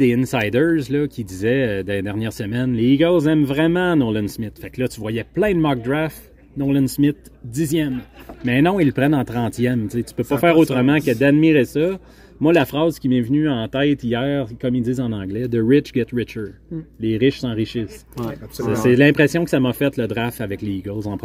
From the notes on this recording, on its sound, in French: En direct de Victoriaville. Notre trio revient avec le contenu enregistré lors des deux soirées de repêchage à Victoriaville. Quelques minutes avant le lancement de la 2e ronde.